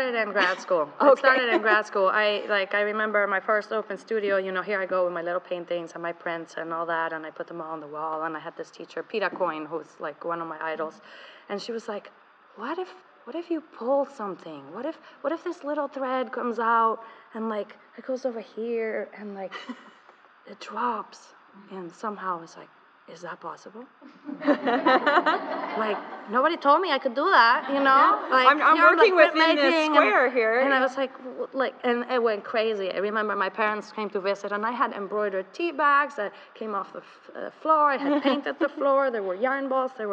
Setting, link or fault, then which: setting, busy venue